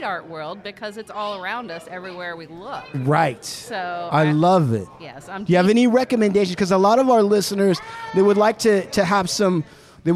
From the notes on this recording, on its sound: LIVE from the Art Show. Hard Luck Studios records live at the Regime Contemporary Art Gallery.